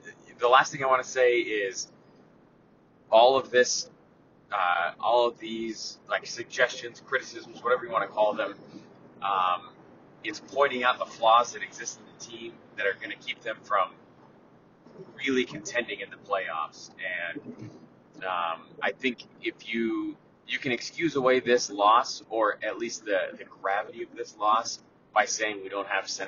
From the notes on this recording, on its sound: Audio Quality Disclaimer*: this episode was recorded on the way home from the stadium in the car.